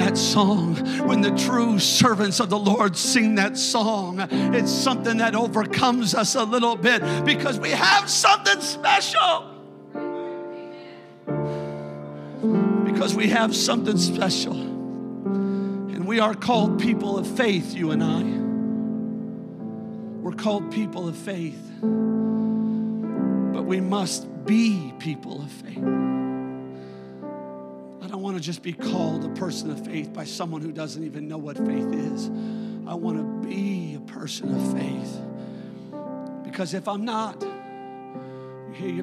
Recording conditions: large echoing room